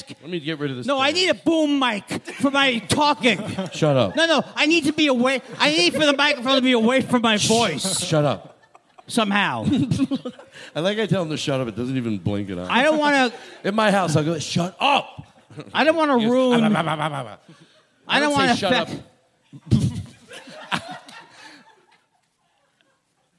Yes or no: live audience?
yes